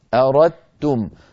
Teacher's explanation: لا شك أن أردتم أسهل، لأنني أنطق بحرف واحد مشدد وهو التاء، أردتم، فتحولت الدال إلى تاء، وأدغمنا التاء في التاء، فصار النطق بتاء مشددة. لذلك لو نظرتم في المصحف تجدون الدال لا حركة عليها، والتاء عليها شدة.